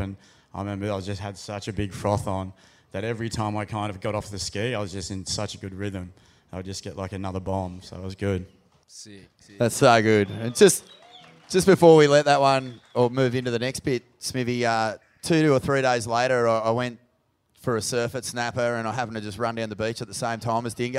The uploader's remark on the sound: live at the Cooly Hotel!